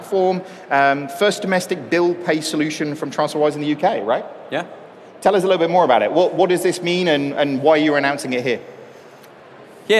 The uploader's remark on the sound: Live at Xerocon. A live panel at Xerocon London 2019.